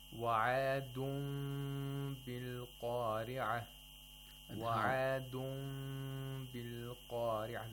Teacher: The mouth is slightly open while pronouncing the meme. And at the same time, we have the nasalization.